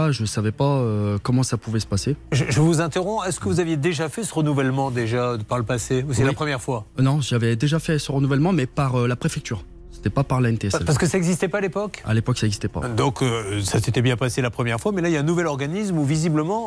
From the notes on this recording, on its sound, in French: Par téléphone. Sur RTL.